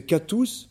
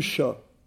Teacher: cette fameuse palatalisation qui fait que le que se transforme en che · Shown in: second take